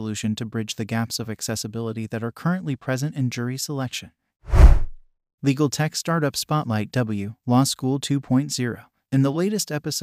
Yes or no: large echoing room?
no